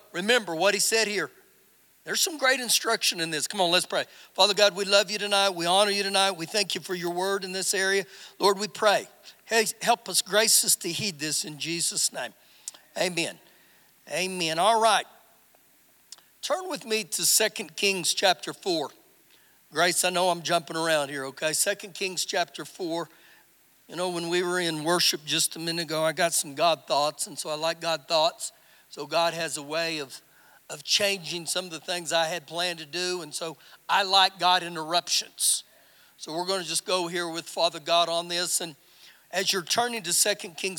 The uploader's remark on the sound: Recorded live during our Wednesday night service